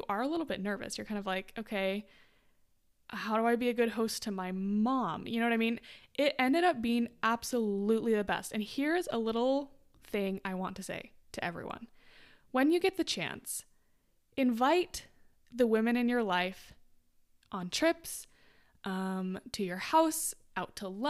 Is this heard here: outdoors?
no